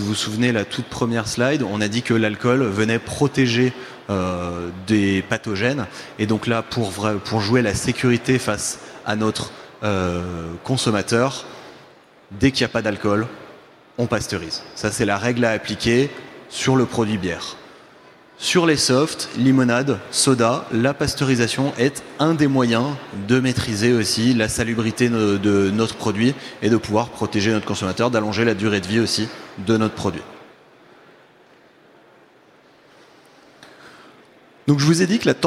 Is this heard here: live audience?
yes